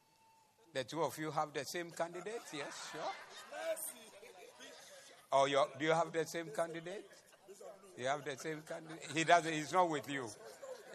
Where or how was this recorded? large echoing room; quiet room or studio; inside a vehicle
large echoing room